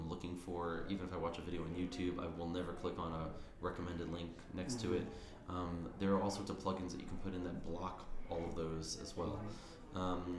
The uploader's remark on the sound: Cinemania Live Interview. From the Sundance Film Festival.